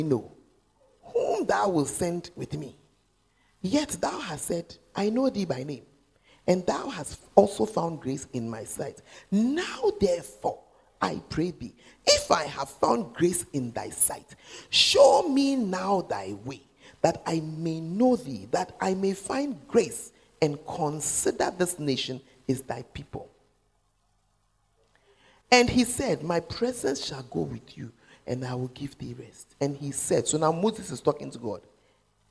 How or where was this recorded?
large echoing room